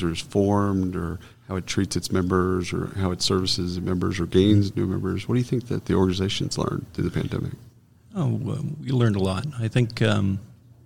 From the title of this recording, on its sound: Live from SHRM Talent